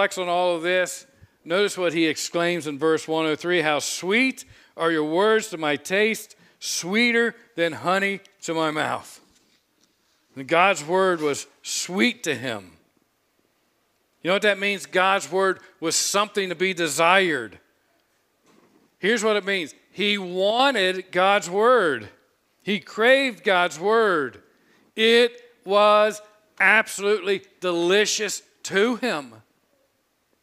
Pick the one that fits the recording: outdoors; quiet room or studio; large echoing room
large echoing room